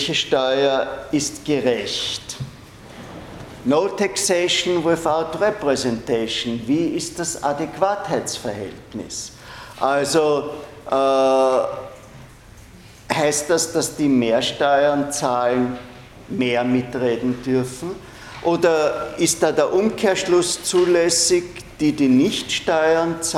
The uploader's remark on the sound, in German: Diese Vorlesung wurde von Studierenden aufgenommen